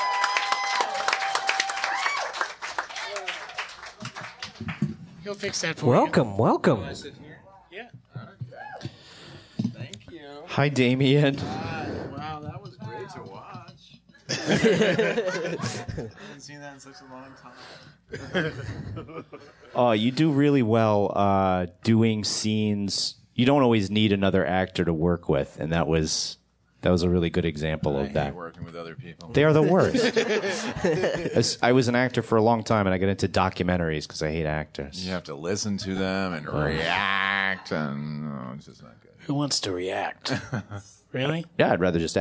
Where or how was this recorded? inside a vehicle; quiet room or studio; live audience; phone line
live audience